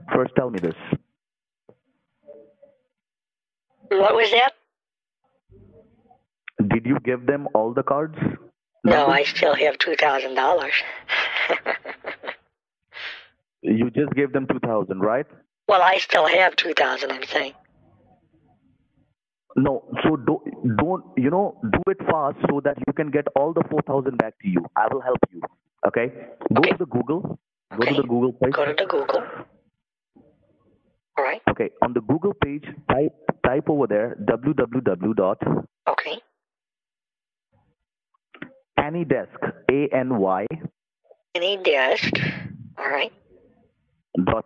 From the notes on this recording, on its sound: on the phone with multiple scammers